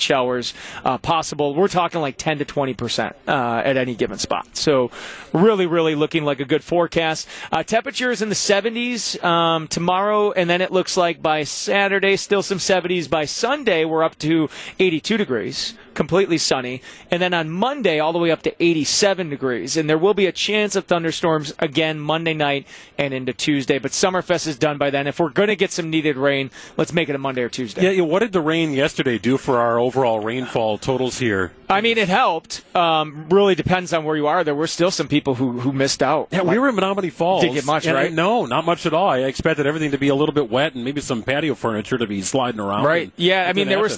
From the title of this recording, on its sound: LIVE at Summerfest Weekend 3!